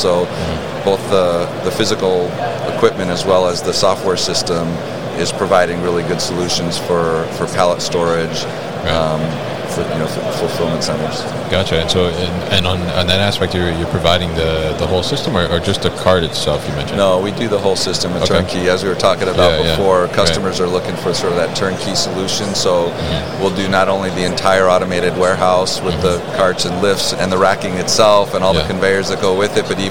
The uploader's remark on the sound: Signode at MODEX 2022